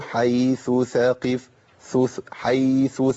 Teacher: طرف اللسان مع اطراف الثنايا العليا دول من الداخل. · Term: مخرج الثاء